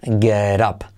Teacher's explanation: la T se convierte en una R suave, get up, y la E casi como una A, get up at 7 a.m., o sea, 7 de la mañana, 7 a.m., alright?